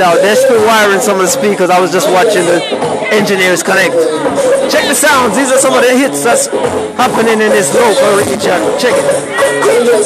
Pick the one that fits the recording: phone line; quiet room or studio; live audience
live audience